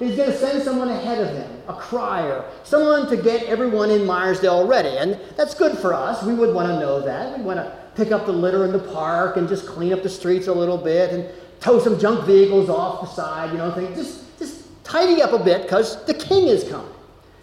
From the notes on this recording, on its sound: Delivered at Amity UCC in Meyersdale, PA.